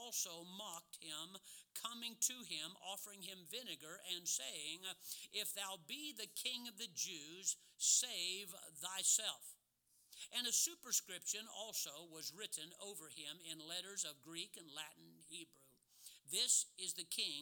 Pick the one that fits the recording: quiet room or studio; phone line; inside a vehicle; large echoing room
large echoing room